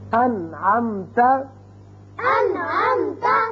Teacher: اب نون ساکن کے بعد عین آ گیا، نون پر ہم نے اظہار کیا، نون کو ظاہر کر کے پڑھا